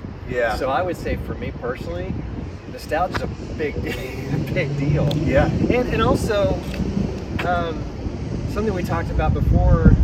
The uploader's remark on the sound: Exclusive, on-location StoryBoard 30 episode that includes the full press conference held on the north steps of the Mid-South Coliseum.